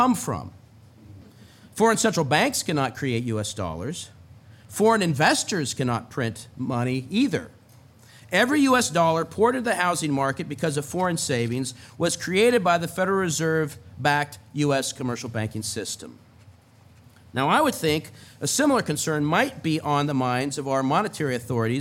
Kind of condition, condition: setting, live audience